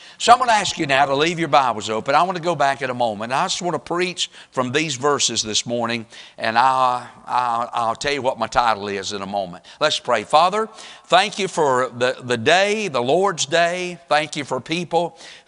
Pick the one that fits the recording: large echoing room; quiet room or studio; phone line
large echoing room